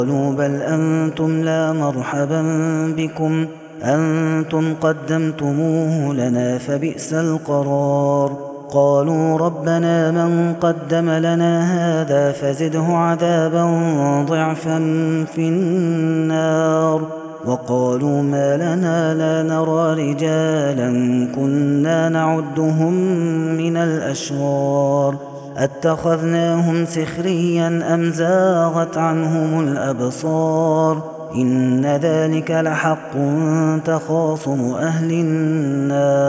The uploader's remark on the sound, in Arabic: هذا التسجيل من صلاة التراويح